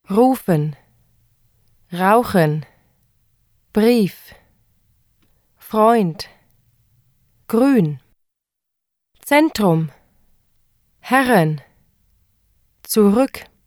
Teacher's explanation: The German R is trilled or rolled either with the tip of the tongue in the front of the mouth or by making the uvula in the back of the mouth vibrate. This R is similar to the sound you make when you gargle.